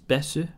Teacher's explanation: the TH noise is a su noise in Japanese